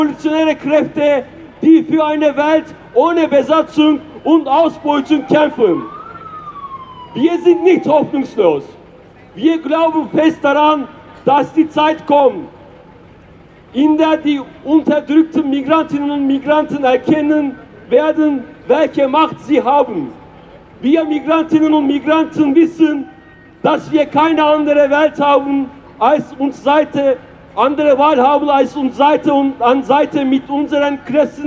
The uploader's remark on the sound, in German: Demo gegen Akademikerball am 16.2.2024 in Wien. Aufnahme aller Reden auf der Auftaktkundgebung vor der Uni Wien und der Abschlusskundgebung am Stephansplatz.